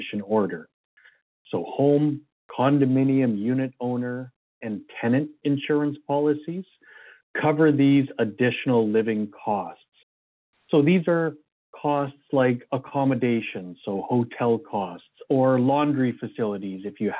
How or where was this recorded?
phone line